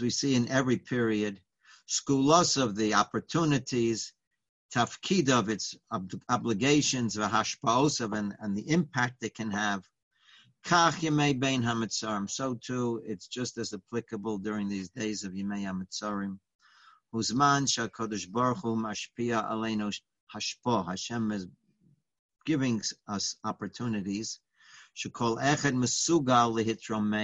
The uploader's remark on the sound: Live On Zoom: 7-20-2020